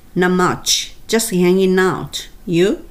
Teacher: 「ゆ」ここを上げます